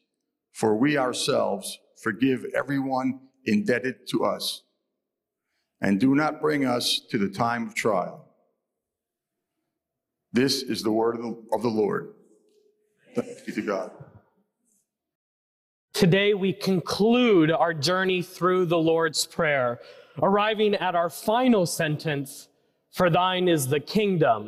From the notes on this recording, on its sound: preached at First Presbyterian Church of Allentown, PA on August 27, 2023.